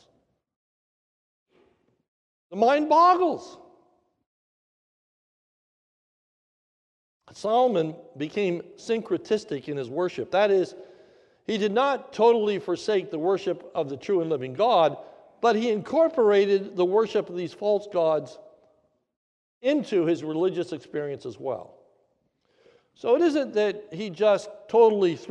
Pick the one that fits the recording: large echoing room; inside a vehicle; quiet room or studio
large echoing room